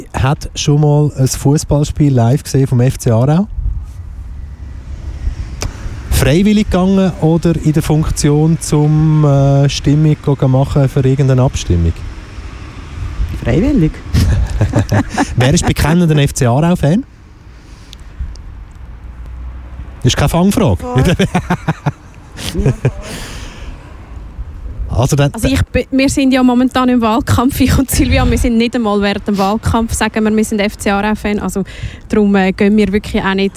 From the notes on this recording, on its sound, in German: Wir sprechen live vor der Torfeld Süd-Brache. Wir wollten die Stimmung live einfangen und haben unseren Sendebus auf der Einfahrt zur Brache parkiert.